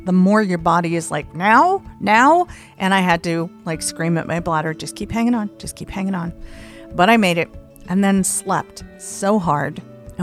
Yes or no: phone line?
no